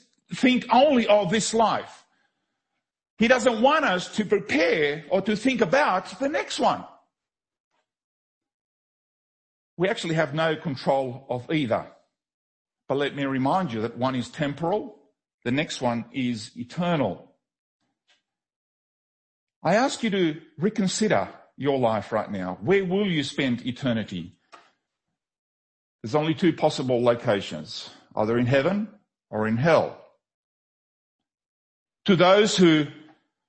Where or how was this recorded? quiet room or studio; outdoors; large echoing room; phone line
large echoing room